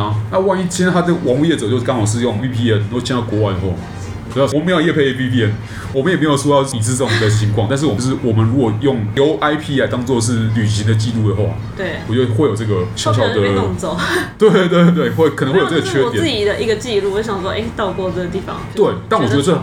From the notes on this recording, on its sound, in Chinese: 本集白噪音指數：蚊風級 1/5。錄音地點： Wine Café。